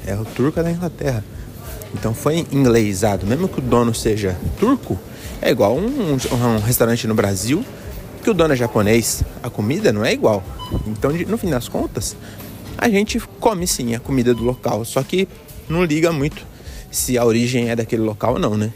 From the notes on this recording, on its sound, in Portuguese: Episódio gravado pelas ruas de Porto, no norte de Portugal